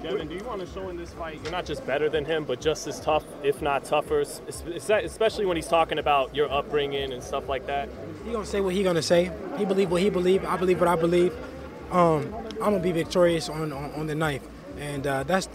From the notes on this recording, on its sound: at the press conference in San Francisco